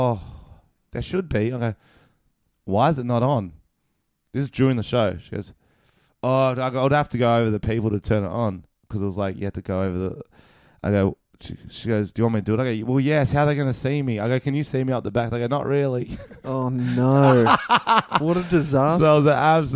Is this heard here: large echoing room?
no